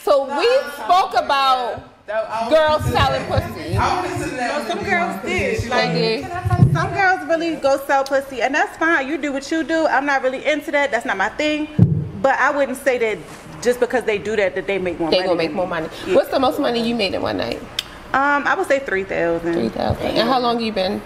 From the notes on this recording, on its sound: We back live from THE-O Oasis strip club in Baltimore, MD.